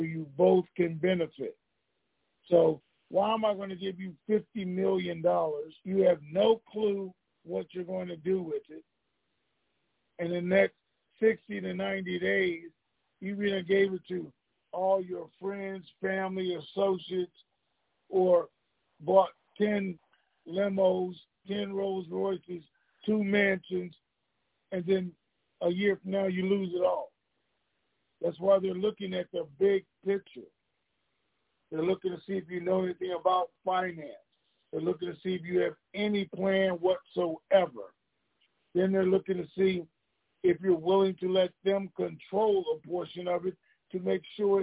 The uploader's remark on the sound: TNTSuperfantastic Conference Call.